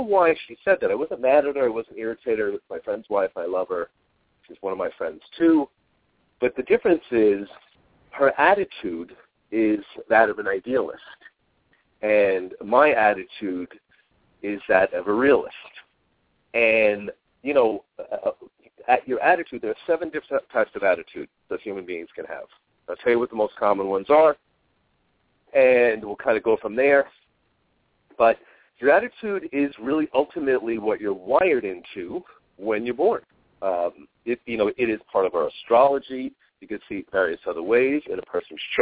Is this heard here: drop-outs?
no